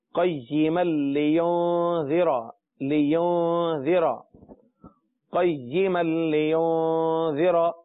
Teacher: میم کا لام میں ادغام ہو رہا ہے لہذا اب تنوین اور نون کی آواز چلی گئی اور لام میں مل گئی